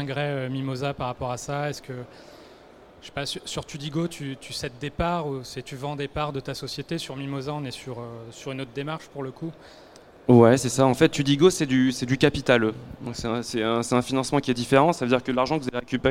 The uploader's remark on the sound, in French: Conférence donnée au salon BRADIS